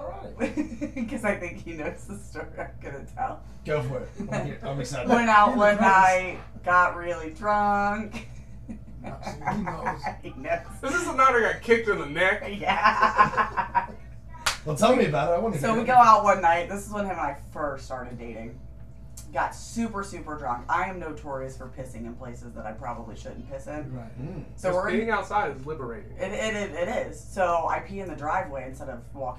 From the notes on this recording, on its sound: Audio Goof up! Had to rewire the Studio a little and got the Mic settings screwed up.